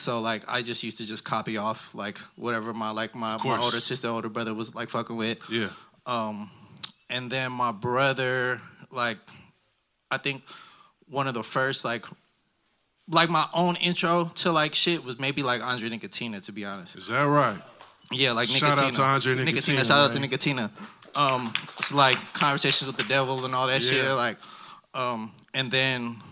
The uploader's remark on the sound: Live at Amoeba SF. Recorded at the legendary Amoeba Music San Francisco. Take questions from listeners and aspiring artists in the audience.